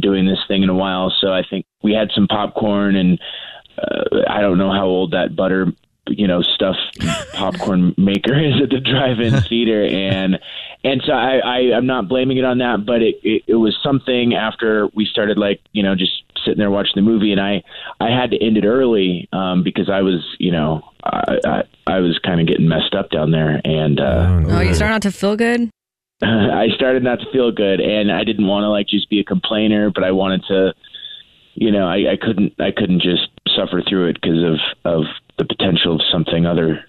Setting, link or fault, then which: link, phone line